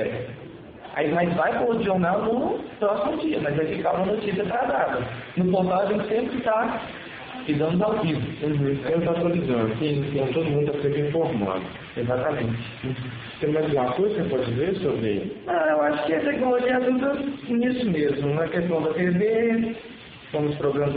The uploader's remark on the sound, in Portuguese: O audio teve alguns problemas novamente mas nada que atrapalhe o projeto.